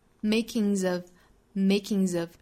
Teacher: 因为 making 尾部是一个鼻音，我们说鼻音都属于浊辅音了，所以后面加的这个 s 也读浊音。Makings of,注意后面的 of 读 of,所以呢跟前面一连读就是 makings of. You've got the makings of